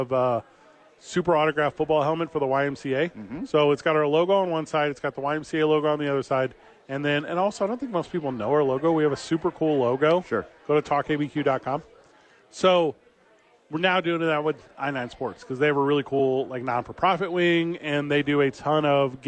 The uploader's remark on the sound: Thursday night at Sadies without football. Live from Sadies.